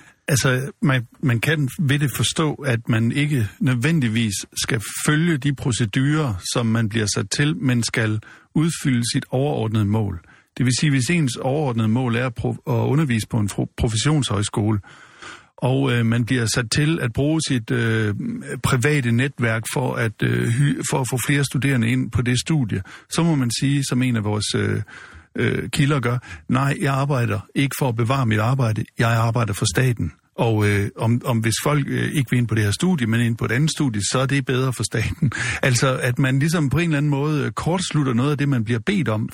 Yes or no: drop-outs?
no